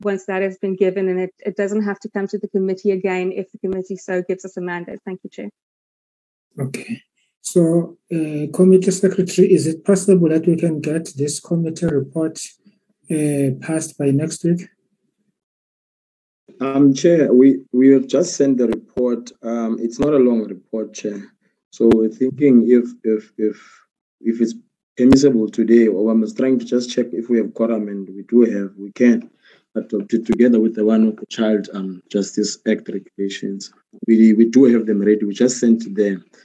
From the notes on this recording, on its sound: Virtual meeting Platform.